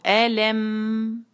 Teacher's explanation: لم میں اس بات کا خیال رکھنا ہے کہ میم پہ جو ہے وہ جھٹکا نہ ہو، اے لم. دیکھیں سکون سے ادا کریں گے پھر جھٹکا نہیں ہوگا، اور سکون سے ادا کرتے ہی فوراً سے پھر اگلا لیٹر ادا کریں، اے لم اعہد.